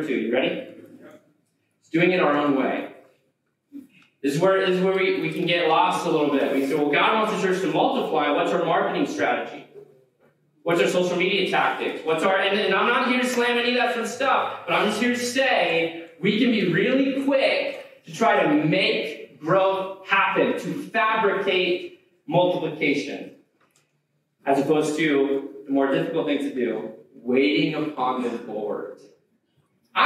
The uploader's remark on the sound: We apologize for the poor audio quality of today's podcast.